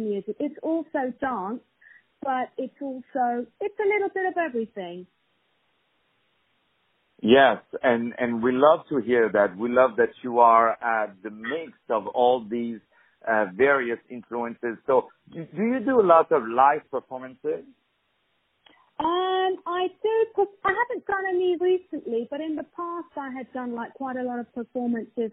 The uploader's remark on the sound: On the phone